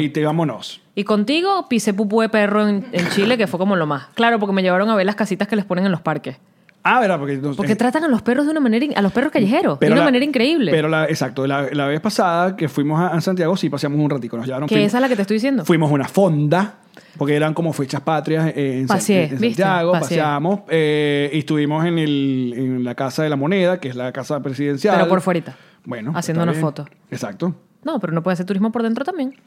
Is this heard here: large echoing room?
no